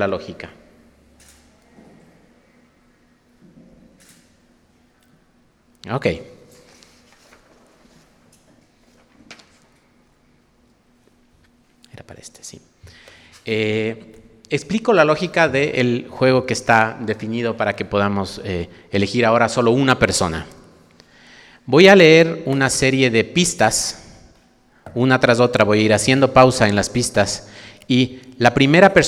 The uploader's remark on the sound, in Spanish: Este episodio especial fue grabado en vivo